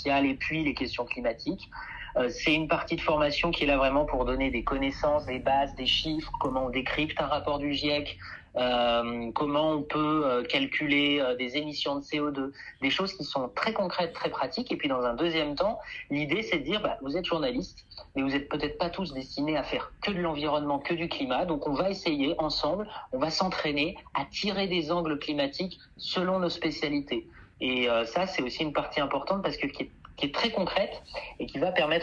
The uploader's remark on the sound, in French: Je fais le point par téléphone